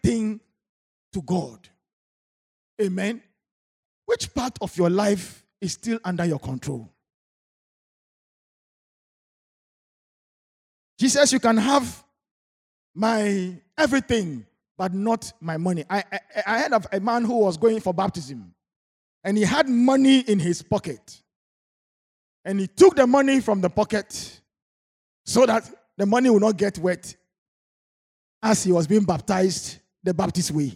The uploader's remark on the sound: Sermon preached at CBC Shiashie Campus.